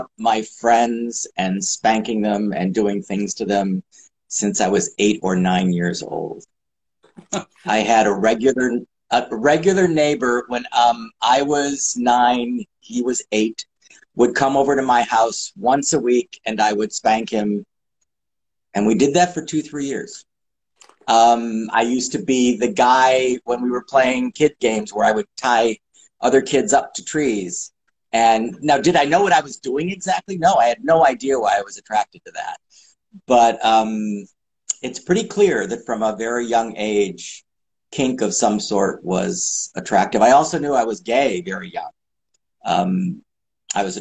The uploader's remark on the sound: Recorded on 27 August 2022 on Instagram Live